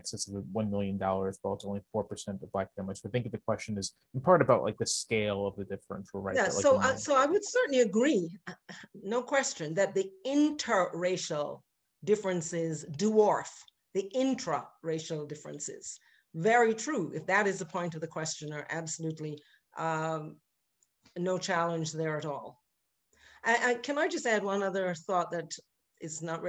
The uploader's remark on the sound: This is a recording of our virtual event